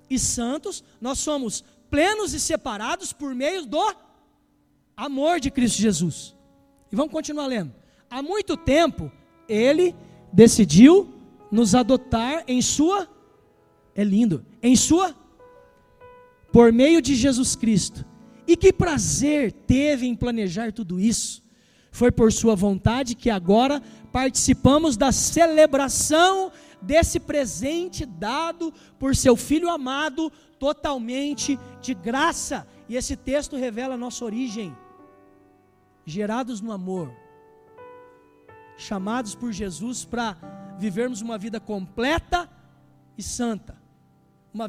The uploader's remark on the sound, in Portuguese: Culto ao vivo